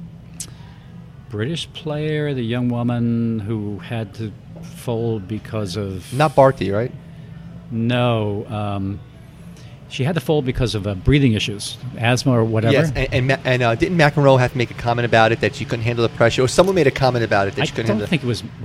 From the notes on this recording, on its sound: recorded at Legends in NYC